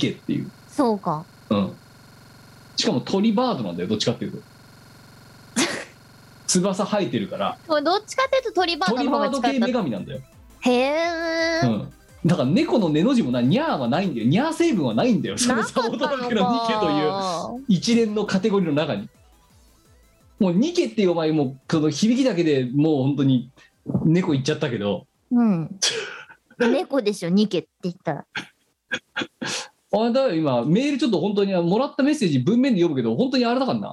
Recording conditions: video call